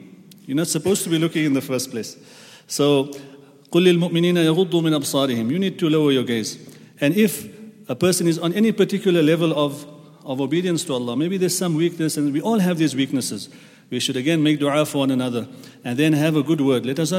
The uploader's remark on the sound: at the Houghton Masjid (West Street)